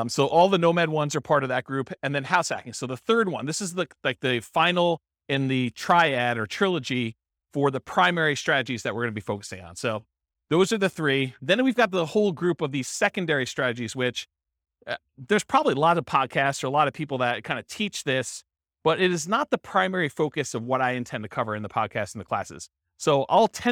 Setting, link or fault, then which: setting, live audience